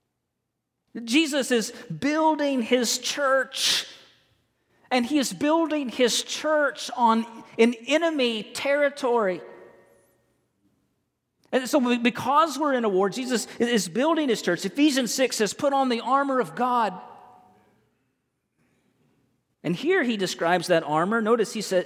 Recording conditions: large echoing room